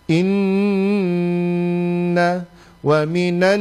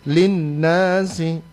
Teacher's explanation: Nun mim bertasydid, nun mim bertasydid itu ditahan, digunahkan, dengungnya ditahan minimal 2 harokat. · Shown in: first take · Term: gunnah